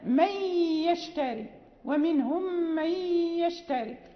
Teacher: نضغم فيه النون الساكنة والتنوين مع إبقاء الغنة، ويسمى إدغاما ناقصا